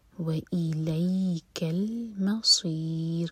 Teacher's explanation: صاد heavy اور ان میں را کو ساکن کریں گے تو را باریک ہوگا